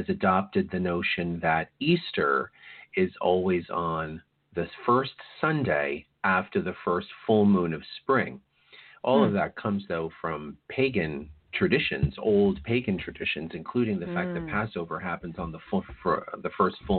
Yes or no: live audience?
no